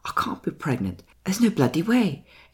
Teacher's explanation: trying to hit the consonants harder, which is what happens with English accents, especially, you know, hitting like a T sound